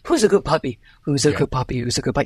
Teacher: And you hear that I'm stretching the ways in which I'm doing my words here. I'm stretching, you know, both the pitch and the length at which I pronounce one syllable or another.